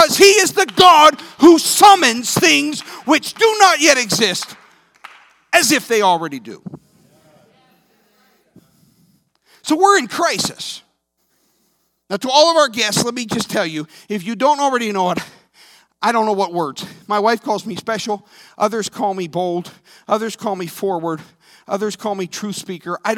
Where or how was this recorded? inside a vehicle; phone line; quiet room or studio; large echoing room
large echoing room